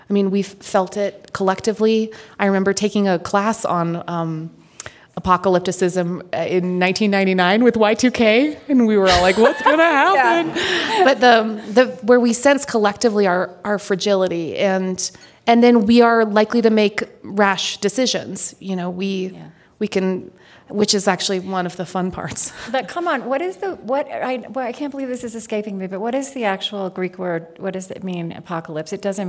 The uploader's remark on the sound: This special On Being episode was taped live with an audience at the Aspen Ideas Festival.